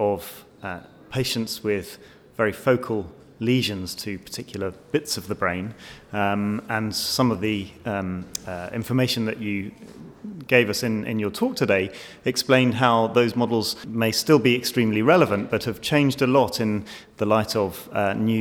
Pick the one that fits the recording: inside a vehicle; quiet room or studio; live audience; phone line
live audience